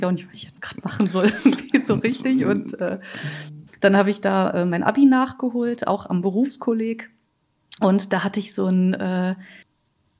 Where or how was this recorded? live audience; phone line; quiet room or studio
quiet room or studio